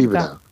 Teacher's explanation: Sí, bé, això és un fenomen que s'està perdent en català i en castellà. És a dir, aquesta doble L, aquesta palatal, és un fonema que s'està perdent, que passa a ser una I